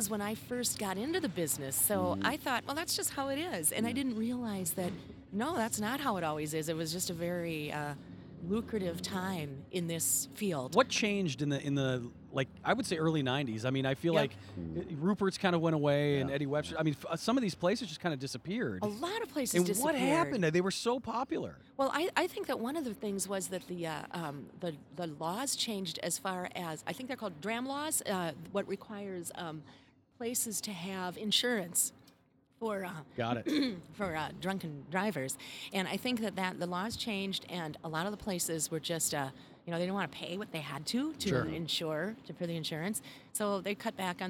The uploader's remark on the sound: Recorded on location at Nonna Rosas Wine Bar. We sat outside on the patio.